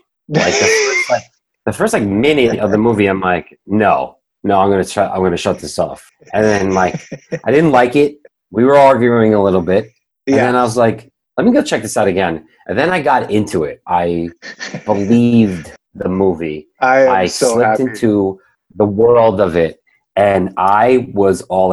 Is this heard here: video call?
yes